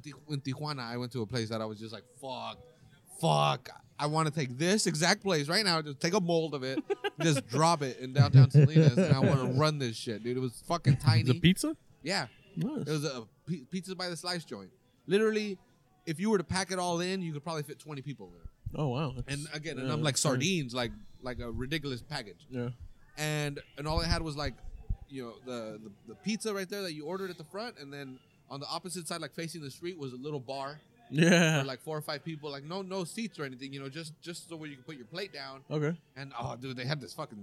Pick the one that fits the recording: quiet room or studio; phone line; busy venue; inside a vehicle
busy venue